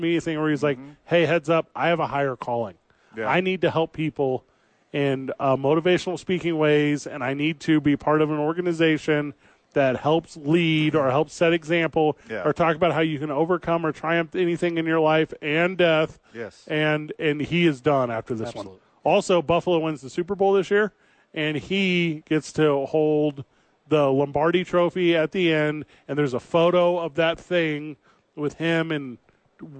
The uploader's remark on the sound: live at the ABQ DUKE Store